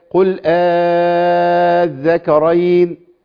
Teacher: بحرف مد، مديته ست حركات من جنس حركة الهمزة الأولى · Term: الإبدال